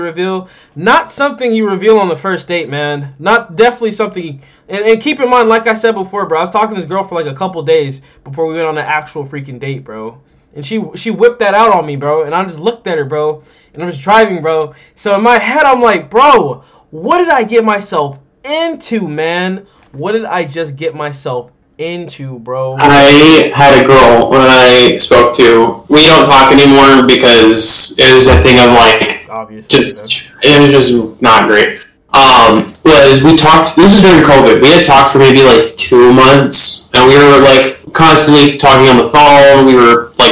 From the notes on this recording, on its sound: This audio in this podcast was pretty messed up